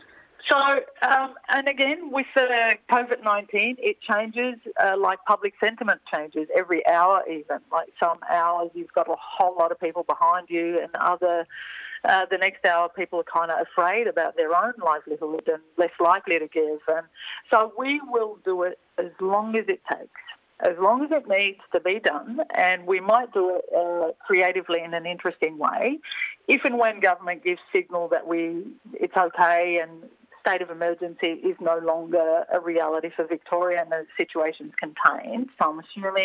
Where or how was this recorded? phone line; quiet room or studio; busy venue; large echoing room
phone line